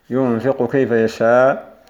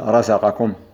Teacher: وإذا تحرك فإنها تضغم في الكاف إضغاما كاملا تذهب معه صفة الاستعلاء